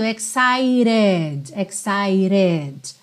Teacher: esse T aqui do excited, ele usou o som do rarara, uma ligação mais tipicamente americana para manter fluido